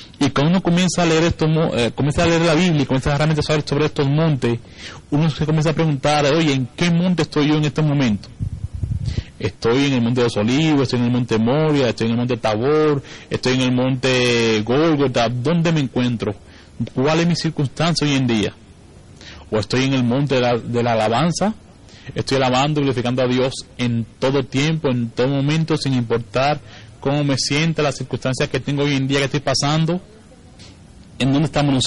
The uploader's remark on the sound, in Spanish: predica grabada el 26-11-2015 en la Iglesia Evangelica Los Hijos de Sion, Centro de Adoracion